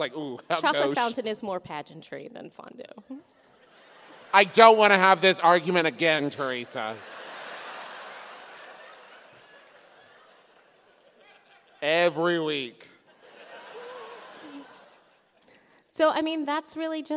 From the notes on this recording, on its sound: it was recorded live in Nashville!